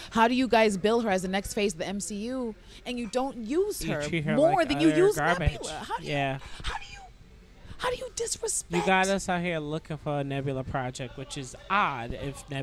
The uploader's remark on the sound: We recorded this right after seen the movie at 1 am ending around 4 am in a 24 hour McDonalds in Brooklyn which may hear some featured locals chime in from time to time